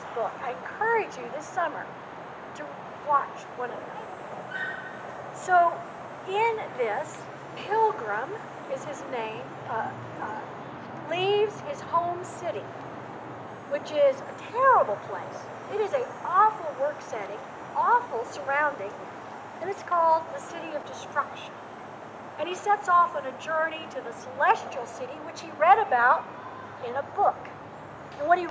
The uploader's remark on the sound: In these Covid-careful days, this service was held outside. Coming to you from Old South Presbyterian Church in Newburyport, MA.